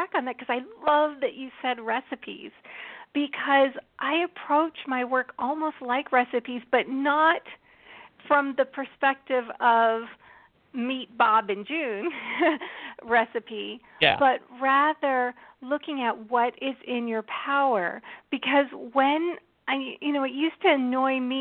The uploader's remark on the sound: We'll be talking tarot, of course, and taking your questions and comments through social media and on the phone.